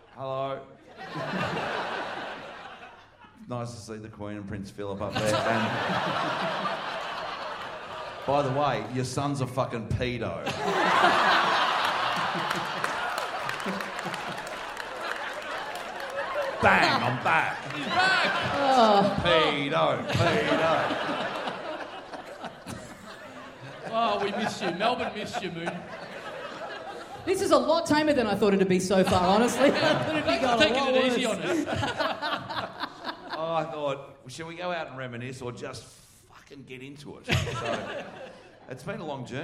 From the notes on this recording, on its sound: LIVE at The Athanaeum!